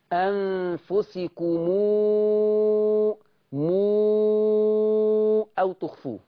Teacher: ميم الجمع لما تلاقوا إن وراها همزة ورش يقرأ بصلة الميم